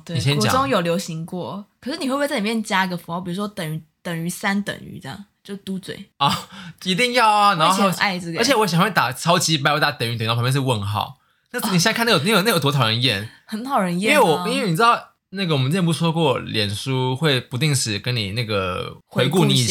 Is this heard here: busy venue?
no